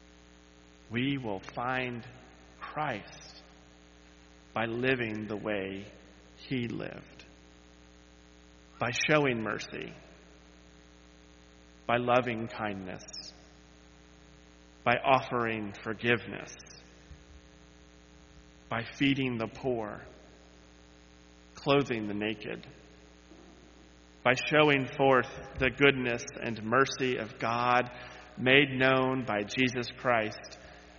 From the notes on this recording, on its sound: led worship on Sunday, May 7, 2023, where he delivered this sermon